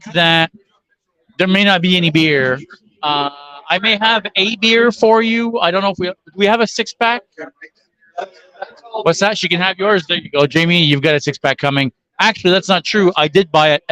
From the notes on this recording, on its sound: Live from the London Brewing Coop. Live from London Brewing Coop.